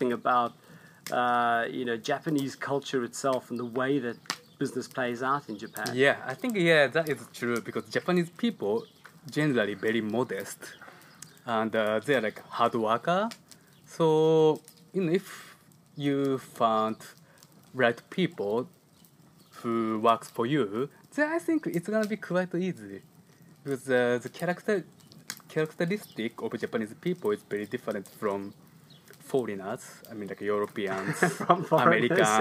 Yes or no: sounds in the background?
yes